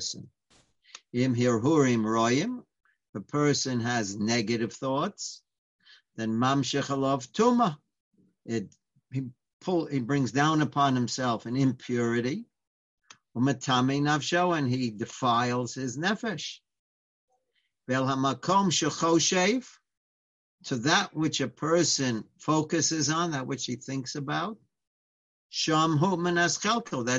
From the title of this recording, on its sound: Live On Zoom